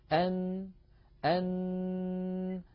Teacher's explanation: فالهواء الخارج من الصدر أو من الرئة عندما يجد الطريق أمامه عن طريق الفم قد انسد، يتحول الصوت عن طريق الخيشوم ثم يخرج عن طريق فتحتي الأنف · Term: النون